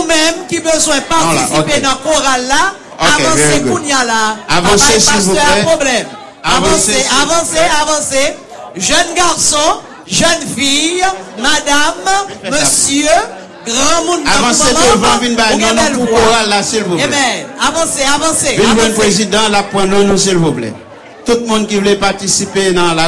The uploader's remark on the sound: Sunday Service Live